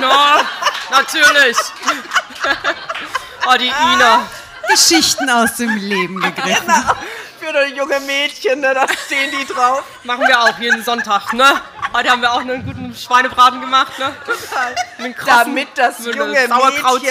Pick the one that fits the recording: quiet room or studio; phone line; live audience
live audience